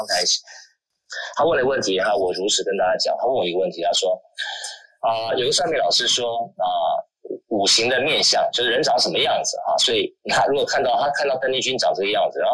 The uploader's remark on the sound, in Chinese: 於clubhouse上演說並現場錄音。現場錄音，原先只存檔用並無公開，音質上請多多包涵。